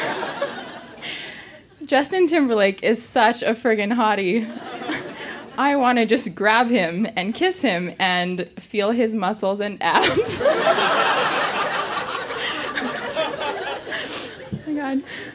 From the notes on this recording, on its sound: (Calgary). Recorded live in Calgary, AB.